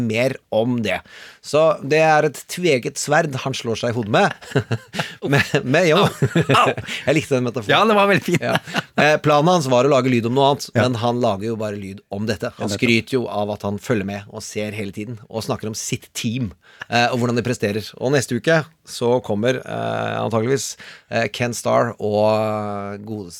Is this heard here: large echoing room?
no